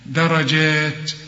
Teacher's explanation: وبعد الجيمة هي في ألف عشان تمدها ألف كاملة